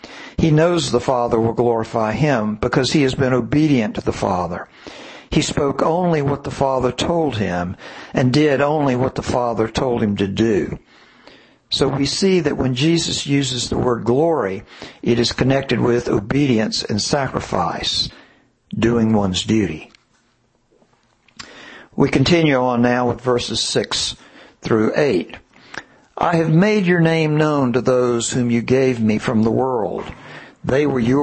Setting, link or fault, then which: setting, large echoing room